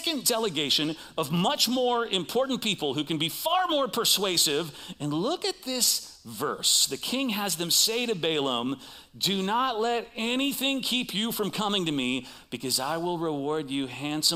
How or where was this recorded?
large echoing room